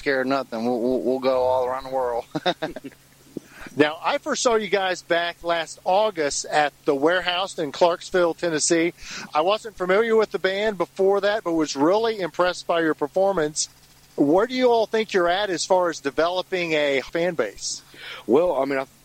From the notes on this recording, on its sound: Interview recorded March 31, 2017, following the band’s performance at Spillway Bar & Grill in Bowling Green KY.